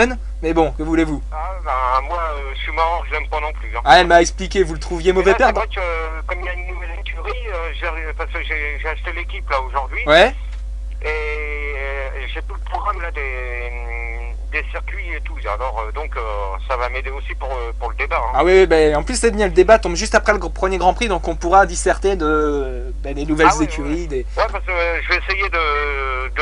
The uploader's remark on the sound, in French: en Prive au Telephone